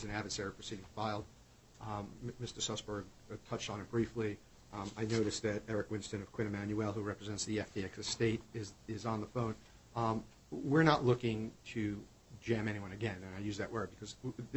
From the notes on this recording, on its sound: BlockFi Inc. U.S. bankruptcy court hearing recording audio.